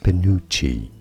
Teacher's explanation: Stress on the second syllable. Both British and American pronunciations are similar here.